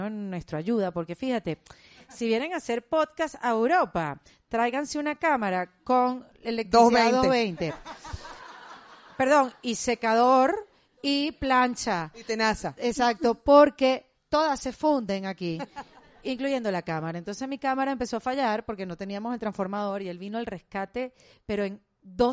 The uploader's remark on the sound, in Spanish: Volvimos a juntarnos frente a un micrófono. Episodio grabado con un hermoso público en vivo en Madrid.